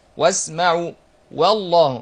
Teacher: الواو مرققه، يبقى نقول وا وبعد كده نفخم اللام